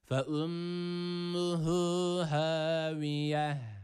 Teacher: Durduğumuz esnada burada yine t harfi h harfine dönüşüyor. Mide boşluğundan gelen h harfi olacak.